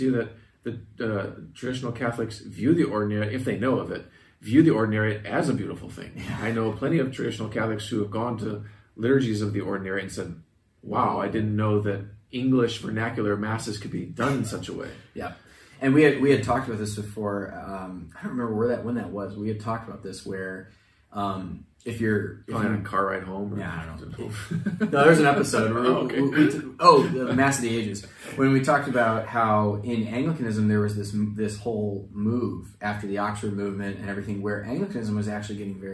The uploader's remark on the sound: Apologies for the audio quality!—we had technical difficulties that required us to use the camera mics this time around